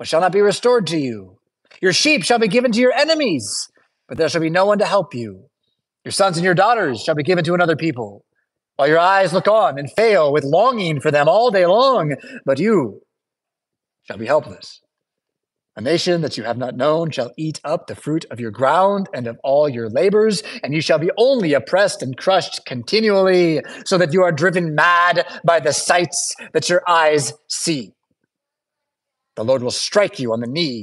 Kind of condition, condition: setting, large echoing room